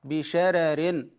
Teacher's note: فالترقيق لأجل الترقيق في الراء الثانية، فهو ترقيق لترقيق، يعني يقرأ بشرر هكذا، بشرر.